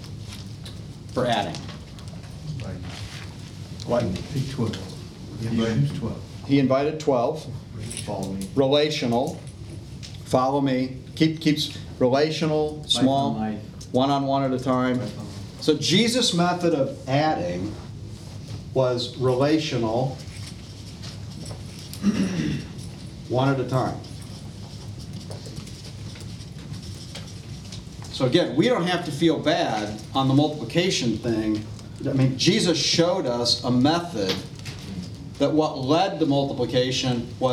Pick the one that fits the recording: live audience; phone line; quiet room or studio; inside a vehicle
live audience